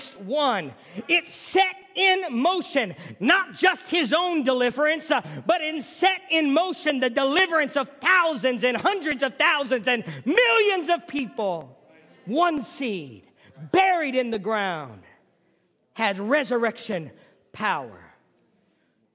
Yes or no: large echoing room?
yes